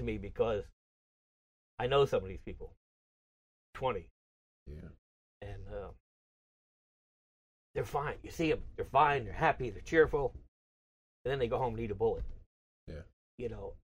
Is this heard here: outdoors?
no